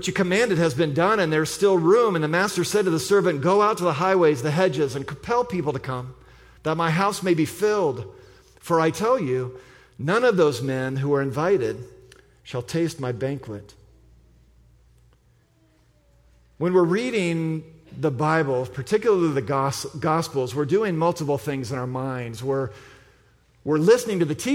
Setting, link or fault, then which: setting, large echoing room